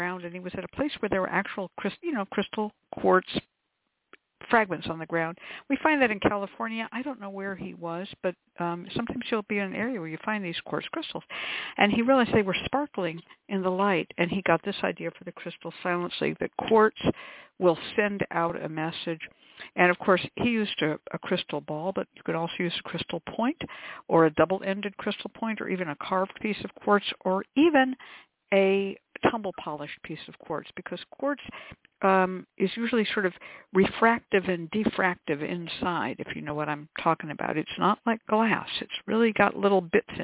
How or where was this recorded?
phone line